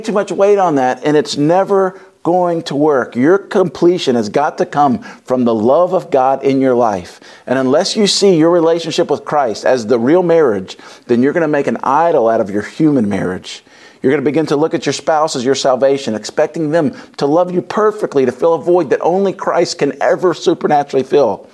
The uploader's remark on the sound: wraps up the Love and Marriage conference at Covenant Church